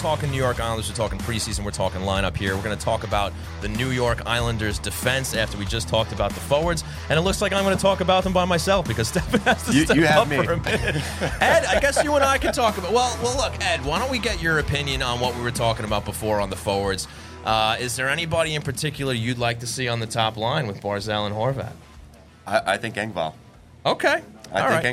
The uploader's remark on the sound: took the show on the road to Blue Line Deli & Bagels in Huntington